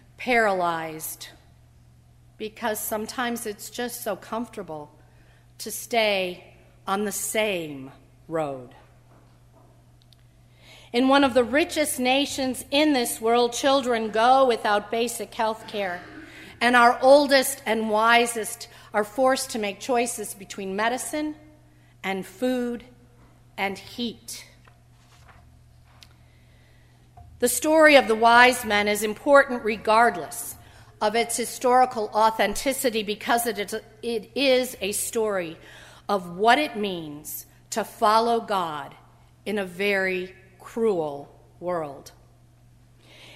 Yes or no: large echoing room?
yes